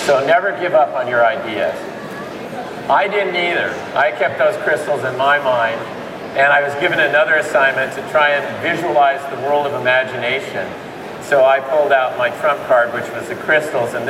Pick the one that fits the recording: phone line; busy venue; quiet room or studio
busy venue